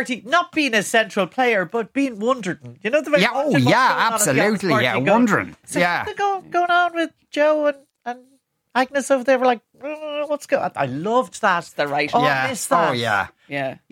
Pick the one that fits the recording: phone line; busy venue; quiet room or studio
quiet room or studio